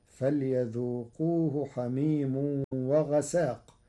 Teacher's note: قرأ ورش كلمة وغساق بتخفيف السين